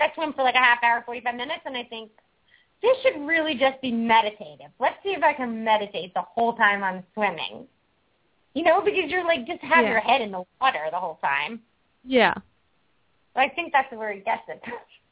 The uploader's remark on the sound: open up the lines for listeners to call